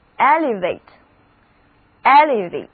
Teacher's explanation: 重音在第一个音节